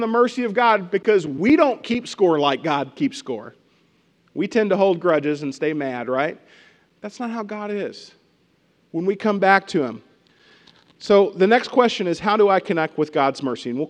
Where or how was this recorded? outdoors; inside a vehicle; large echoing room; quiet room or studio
large echoing room